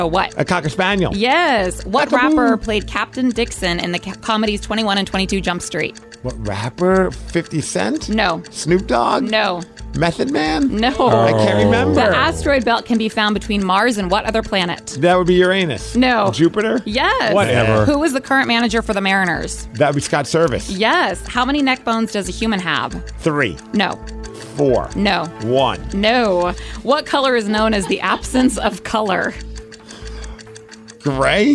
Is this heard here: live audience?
no